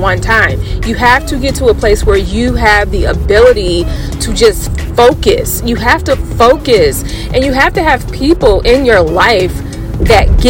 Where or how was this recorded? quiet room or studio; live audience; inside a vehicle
inside a vehicle